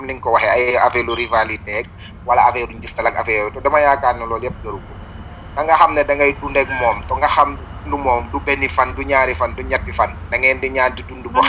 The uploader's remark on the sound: Location of interviewees : Senegal. Our sincere apologies for the background noise.